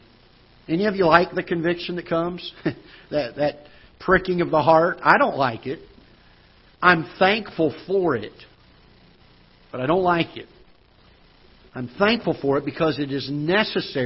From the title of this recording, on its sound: Ketha Heights Baptist Church ~ Live Broadcast